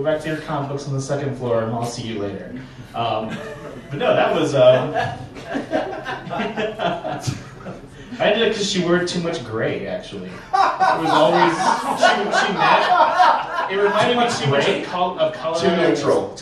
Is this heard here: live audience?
yes